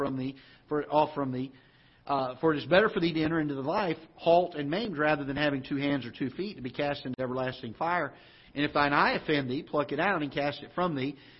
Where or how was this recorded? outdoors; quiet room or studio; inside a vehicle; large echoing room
large echoing room